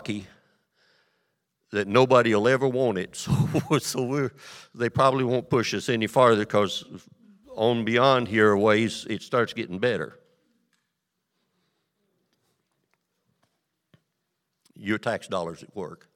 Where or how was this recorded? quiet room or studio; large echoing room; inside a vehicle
large echoing room